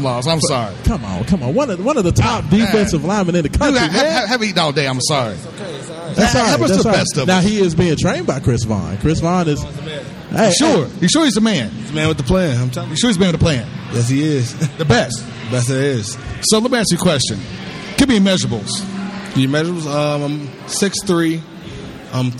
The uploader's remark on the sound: SSA Grand Opening Live Remote. Broadcast live from the grand opening of …'s Super Student Athlete Life Center.